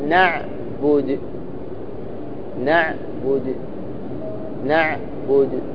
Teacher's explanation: فتأتي بضمة خفيفة ثلث الحركة · Term: الروم